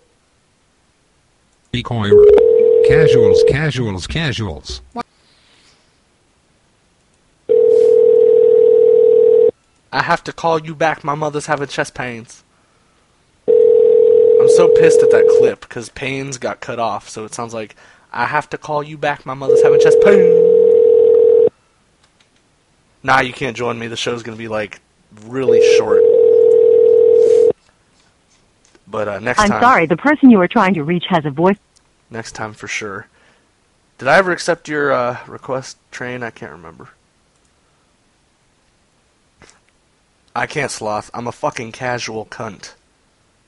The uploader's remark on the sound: RBCP's Personal Prank Phone Calls Collection